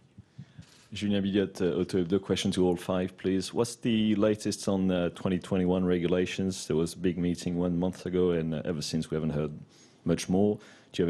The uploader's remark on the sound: Baku Friday Team Principals Press Conference